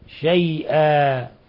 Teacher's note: لو وقفنا على لفظ شيئا لأنه منون تنوين فتح فنقف عليه بمد العوض شيئا، حركتين فقط